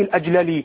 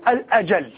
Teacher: قد اجتمع لديك حرفان متماثلان هما اللام واللام، وقد تحرك الحرف الثاني، فهذا يقتضي الإدغام بتسكين الأول ثم إدغامه في الثاني · Shown in: second take · فتقول الأجل.